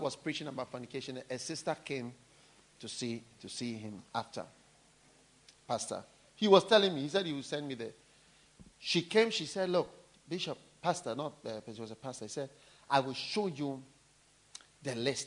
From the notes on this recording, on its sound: Preached at the First Love Church, University of Ghana, August 2012.